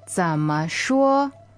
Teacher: that 怎 goes low, and 说 is first tone, flat and high